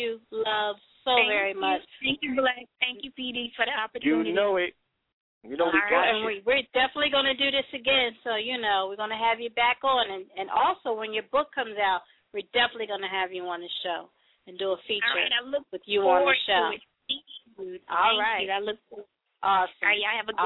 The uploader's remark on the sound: open the phones lines to spoken words artists